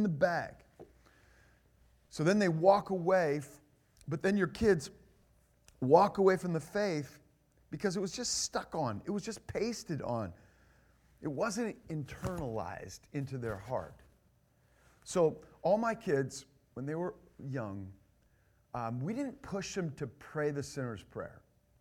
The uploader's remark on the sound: This is the first session of the God’s Gift Parenting conference